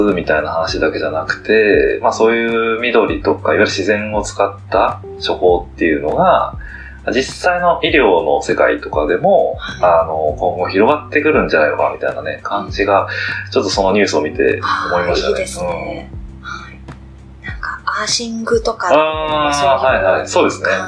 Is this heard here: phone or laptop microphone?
yes